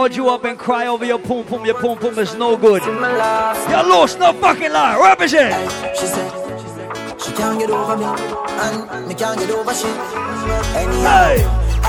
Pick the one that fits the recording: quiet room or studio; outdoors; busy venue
busy venue